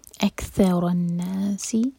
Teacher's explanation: کاف ساکن پر سانس جاری رکھیں گے، ہمس کریں گے